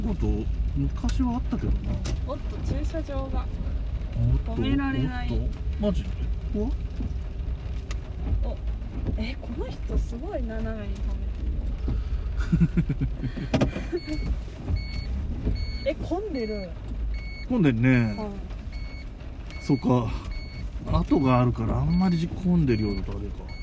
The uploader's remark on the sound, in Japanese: ドライブ雑談。対面収録の前後の車移動中の雑談です。雨のドライブ収録なので音質が悪いのはご容赦ください。